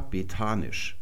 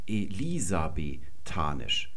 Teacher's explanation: Die Betonung liegt auf dem Li und da vorne auf dem E, die ist auch unbetont. · Shown in: second take